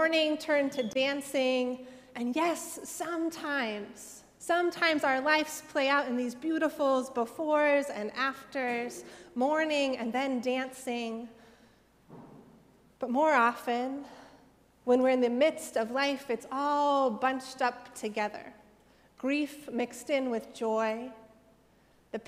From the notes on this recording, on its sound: Sermons from Old South Church in Boston